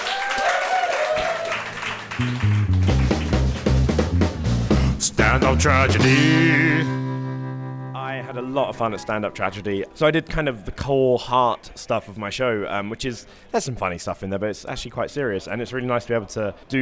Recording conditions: busy venue